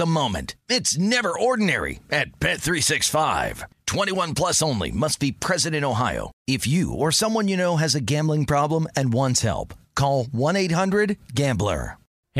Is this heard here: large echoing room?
no